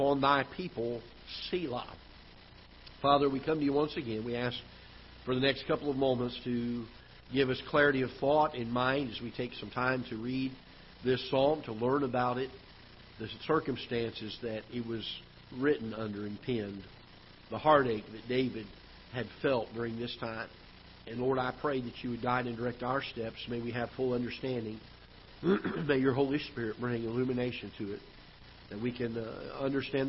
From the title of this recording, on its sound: Ketha Heights Baptist Church ~ Live Broadcast